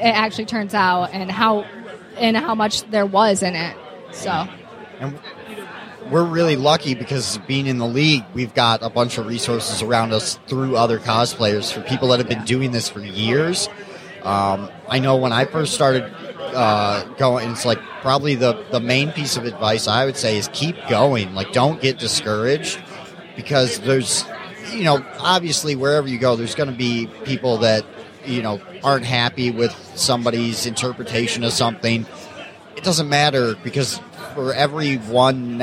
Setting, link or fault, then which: setting, busy venue